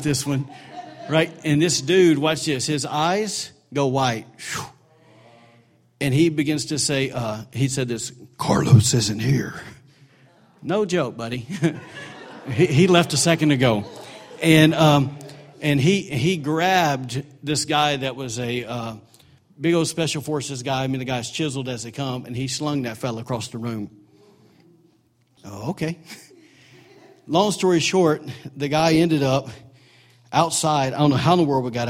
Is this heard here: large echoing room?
yes